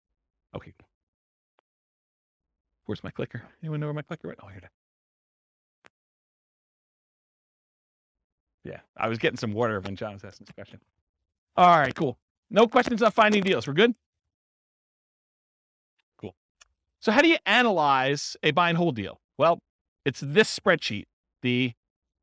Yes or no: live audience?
yes